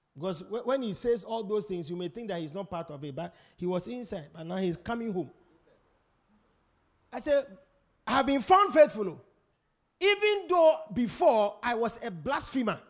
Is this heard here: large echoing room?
yes